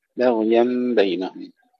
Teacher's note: الباء ننتبه أيضا إلى ترقيقها قبل الغين